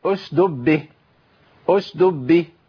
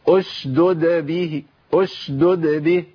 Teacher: لازم ابين الدالين والا هيقع مني دال · Shown in: second take